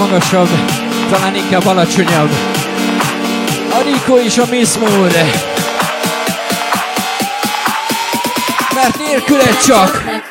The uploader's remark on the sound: Pool Stage live 2018.08.25.